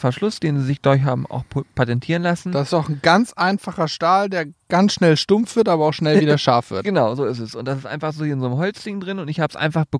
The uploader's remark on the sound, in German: Live vom Teich